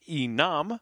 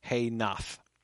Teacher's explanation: That little word, ne, because it ends with a short e there, is therefore often contracted whenever it comes before a word that starts with a vowel or even with a soft consonant.